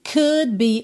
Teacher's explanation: você também não ouve o D, porque quando eu tô indo com a língua pro céu da boca pro D, eu também já tô indo fechar os lábios pro B